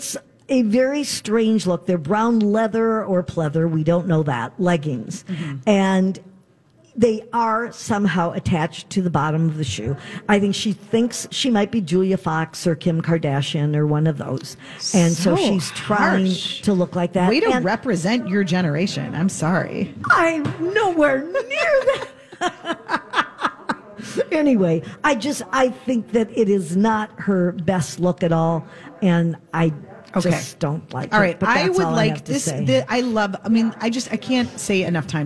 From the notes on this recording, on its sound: Live at Max's Fine Jewelry!